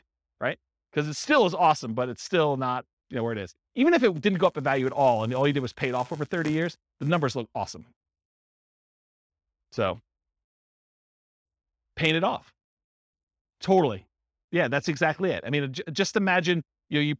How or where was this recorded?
live audience